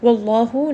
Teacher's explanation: name of Allah here is going to be heavy because the letter before has fatha.